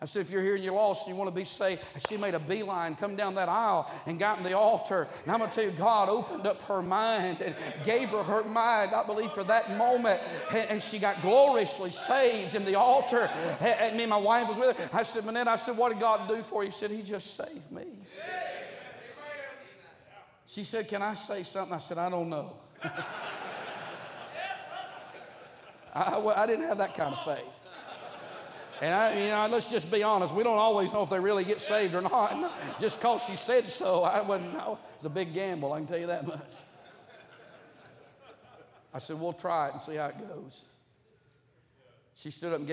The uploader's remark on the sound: during the Wednesday Morning service of the 38th Annual National Pastors' & Workers' Conference in Santa Clara, California